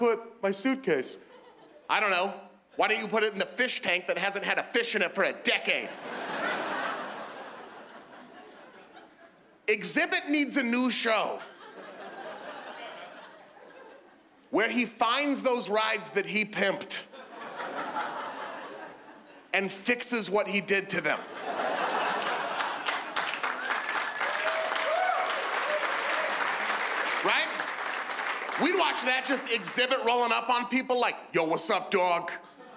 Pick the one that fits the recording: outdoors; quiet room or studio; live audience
live audience